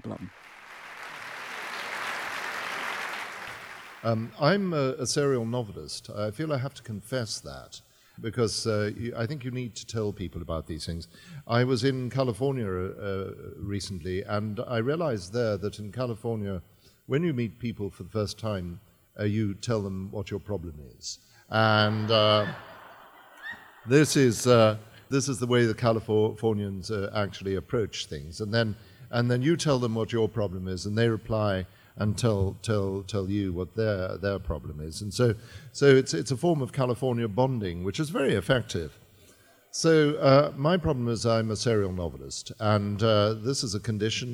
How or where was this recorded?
live audience